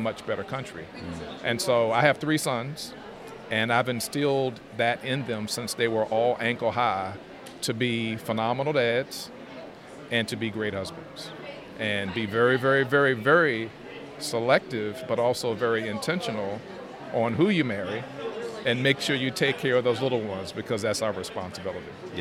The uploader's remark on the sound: LIVE at NSA 202